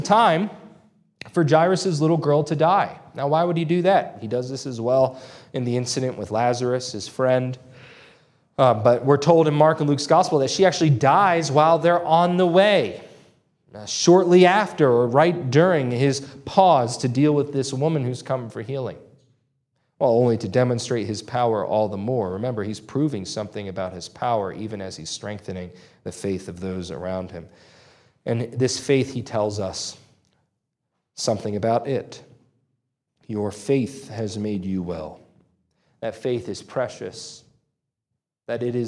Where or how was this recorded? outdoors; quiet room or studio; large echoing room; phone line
large echoing room